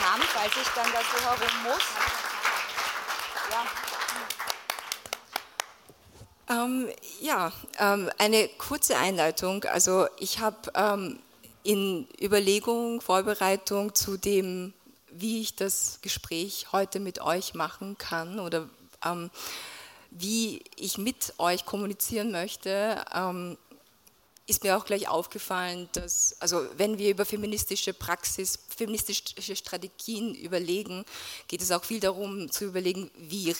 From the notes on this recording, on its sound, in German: Das Gespräch wurde im Zuge der Diagonale 2023 – dem Festival des österreichischen Films in Graz gehalten und aufgezeichnet.